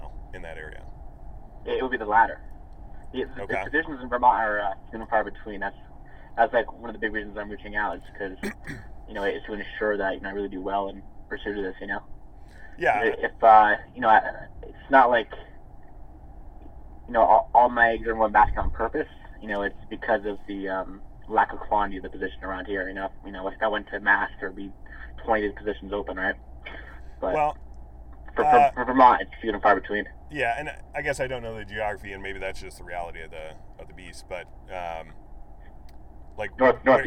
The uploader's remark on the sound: I recorded a phone call I had with a listener